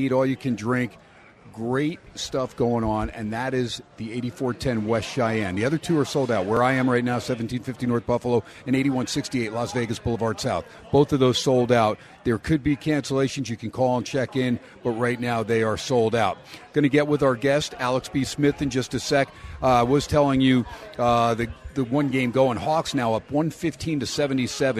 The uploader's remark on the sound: "Live" from #PSBRlaw Studios in Las Vegas it's #HumpDayHappiness at Steiner's Pub with SportsXradio